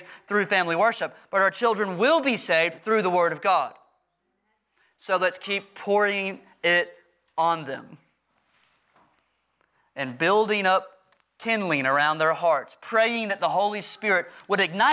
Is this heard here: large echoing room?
yes